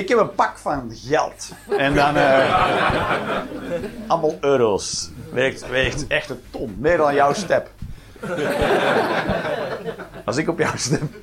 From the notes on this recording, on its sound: Live 19 April 2023, The Joker, Antwerpen